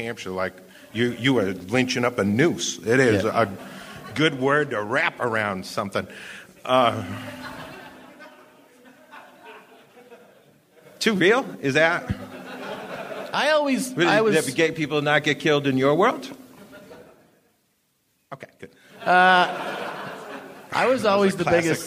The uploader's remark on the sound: Live from Denver.